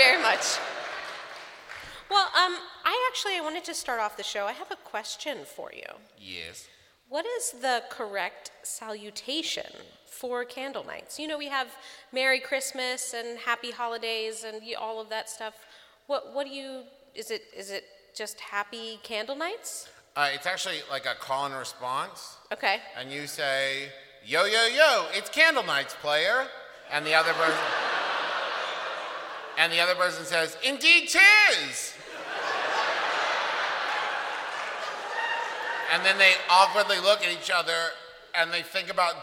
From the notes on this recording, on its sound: This episode all about VICTORIAN CHRISTMAS was recorded live at this year's Candlenights live show!